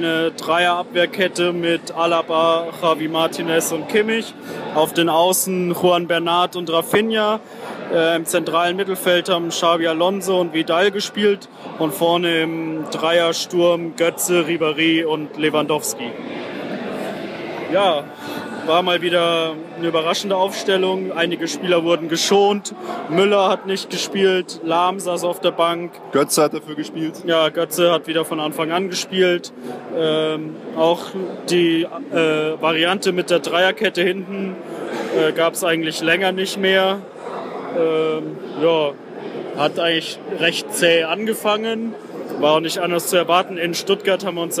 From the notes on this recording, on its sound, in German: Eure Erfolgsfans melden sich wieder aus dem Stadion. Begleiten das Spiel gegen Werder quasi live.